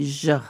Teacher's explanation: The Argentinian accent has the double L and the Y sounds are very... a soft and mushy sound, being like zh.